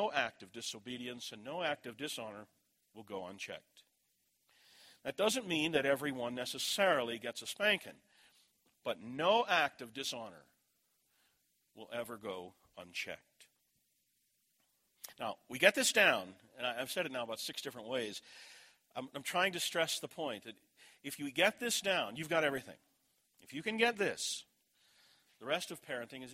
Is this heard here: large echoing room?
yes